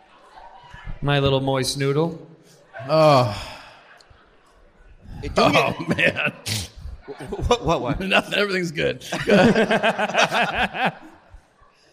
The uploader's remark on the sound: Disastrous First Live Show